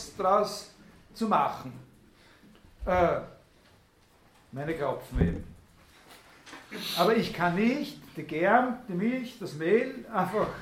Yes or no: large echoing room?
yes